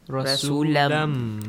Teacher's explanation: Idgham must be applied. You have to merge tanween to meme.